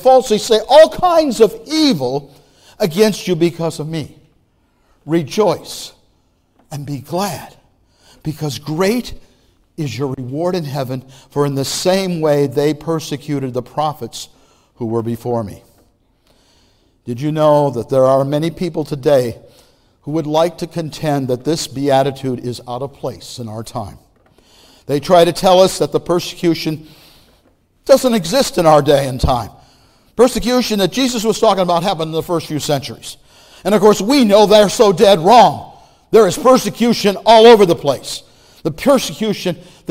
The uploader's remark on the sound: Message Preached at Valley Creek Church